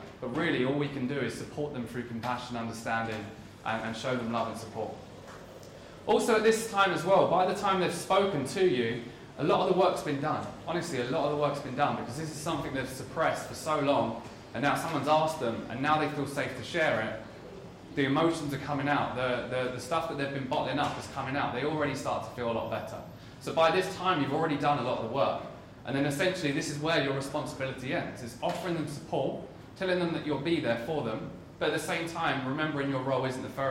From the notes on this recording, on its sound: This full talk was delivered at Wieden and Kennedy in London for mental health awareness week.